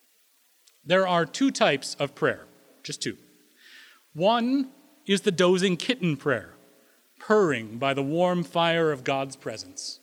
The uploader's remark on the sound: Recorded May 1, 2016 at Corona United Presbyterian Church, New Mexico